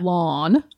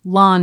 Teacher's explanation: Uh-huh. Lawn. It has sort of an aw. Mm-hmm. And then Lon Chaney is just ah. Okay. L-O-N.